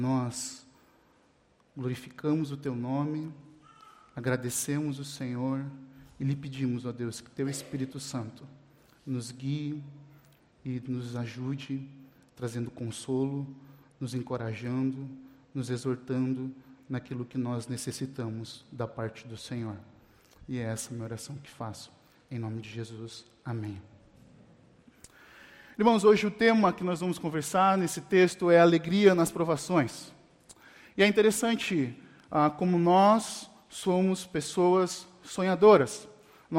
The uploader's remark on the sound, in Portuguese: Mensagem gravada na Igreja Batista Jardim Minesota